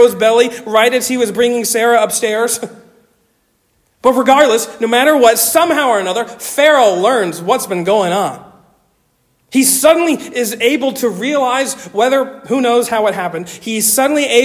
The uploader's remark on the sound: Originally delivered on 26 November 2023 at Stonington Baptist Church, Paxinos, PA. Originally delivered on 26 November 2023 at Stonington Baptist Church, Paxinos, PA.